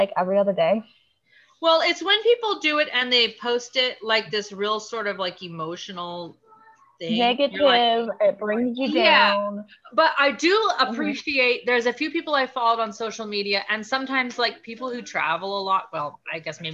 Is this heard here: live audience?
no